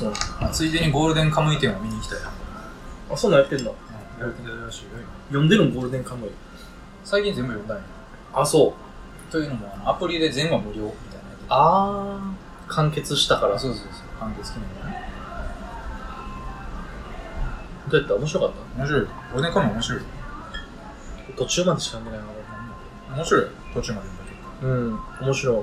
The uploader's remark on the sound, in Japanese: 木屋町の居酒屋収録